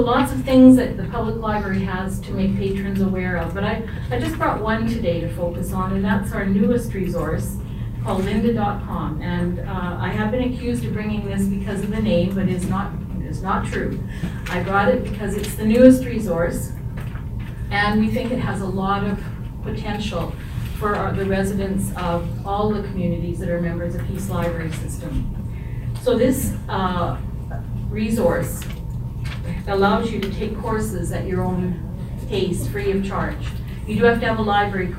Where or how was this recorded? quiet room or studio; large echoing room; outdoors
large echoing room